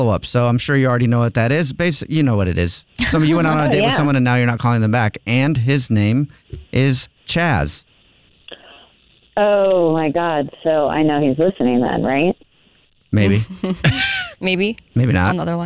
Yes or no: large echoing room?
no